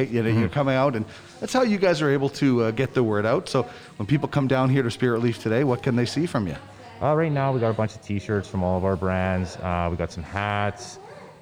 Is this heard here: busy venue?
yes